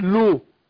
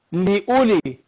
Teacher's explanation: اللام مكسورة، أقول لي مش لو · Shown in: second take